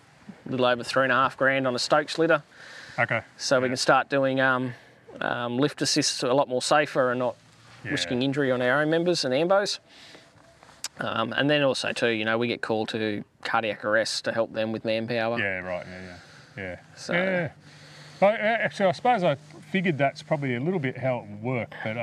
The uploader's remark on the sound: This episode was recorded at our first official 'First Responder Engagement Day' or FRED as we call them, at Oodnadatta SA while we are doing the Heart 2 Heart Walk 2023.